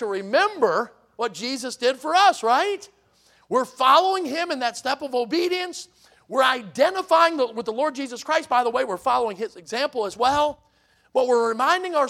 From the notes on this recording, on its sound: in the Sunday Evening Service on December 3, 2023, at Victory Baptist Church in Boonsboro, Maryland